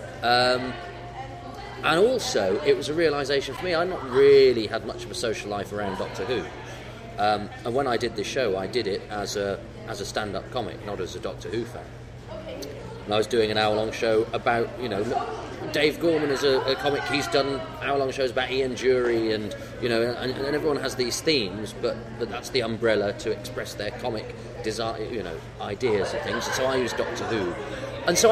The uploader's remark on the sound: This episode was recorded both at and a little after the Chicago TARDIS 2010 convention. This episode was recorded both at and a little after the Chicago TARDIS 2010 convention. You will also hear some select audio clips from the podcast panel!